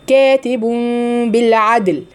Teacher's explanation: كاتب بالعدل، هنا اقلاب، تنوين وراه باء متحركه، فهيعامل معامله النون الساكنه اللي وراها باء، فهيبقى اقلاب مع بقاء الغنه